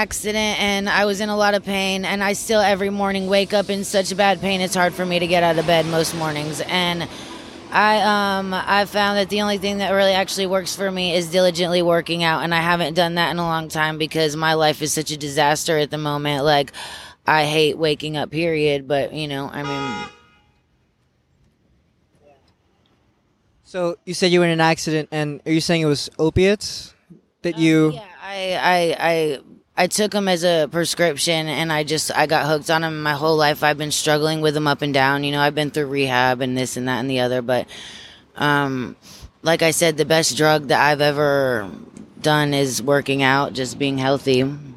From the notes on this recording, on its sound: I took my mic and went out looking. Making sketches in a notebook at a median in between traffic.